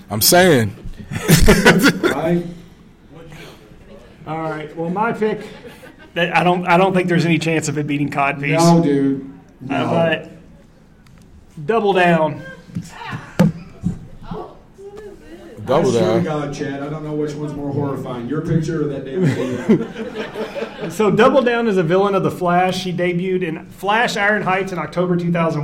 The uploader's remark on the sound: Live From Lexington Comic Con 2023